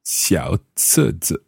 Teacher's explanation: 小 Third tone? 册 Fourth tone? 字 That's neutral.